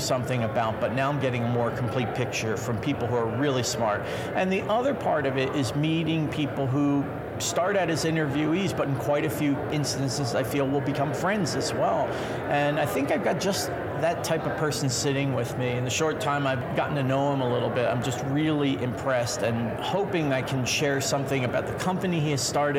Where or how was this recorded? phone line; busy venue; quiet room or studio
busy venue